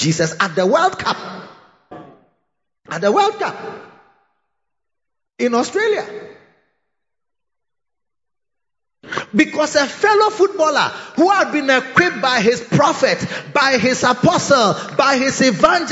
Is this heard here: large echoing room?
yes